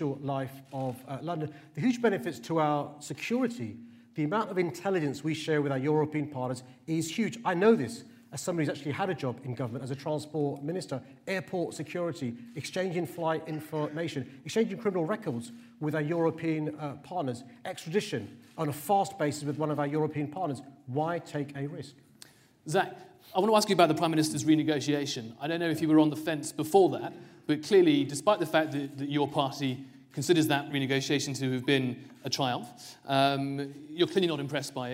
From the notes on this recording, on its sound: mayoral hustings, where London's mayoral candidates traded blows on stage